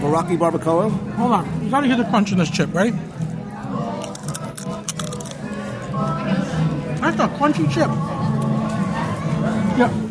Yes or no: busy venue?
yes